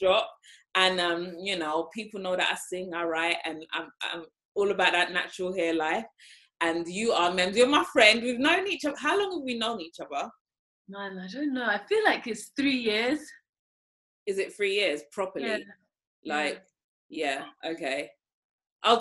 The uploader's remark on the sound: In this episode was recorded via zoom please excuse the audio quality